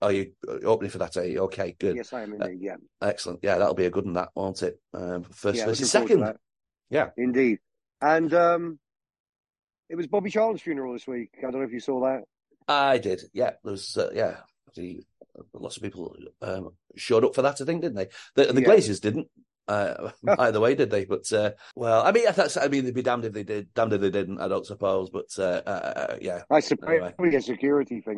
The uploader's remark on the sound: Talk over Zoom